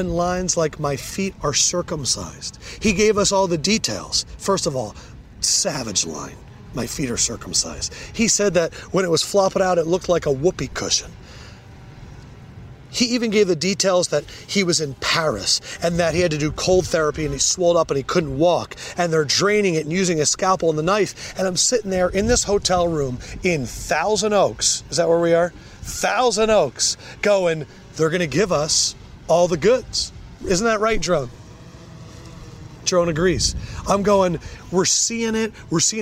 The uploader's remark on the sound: LIVE at Rams Camp